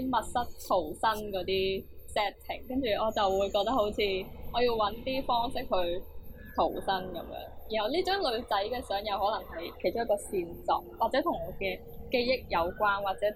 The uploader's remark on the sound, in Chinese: 今集又出現咗技術問題同收音環境有啲嘈，後期處理都冇辦法完全清乾淨。要等我哋有錢買咪先解決到。